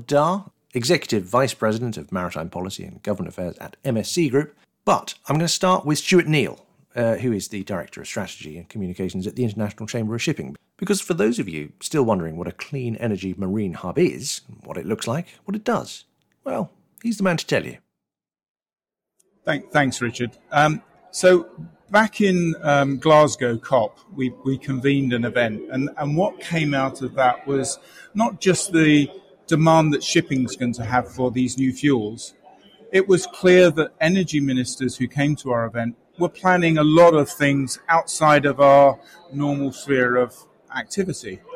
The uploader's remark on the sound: Amongst them sheltering from the monsoon rain was a crack squadron of shipping industry leaders. Report live from within the Clean Energy Ministerial meeting.